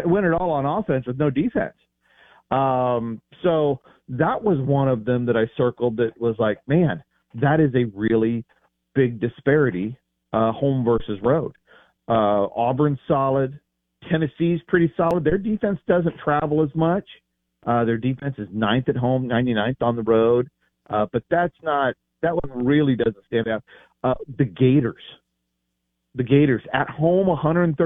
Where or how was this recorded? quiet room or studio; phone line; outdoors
phone line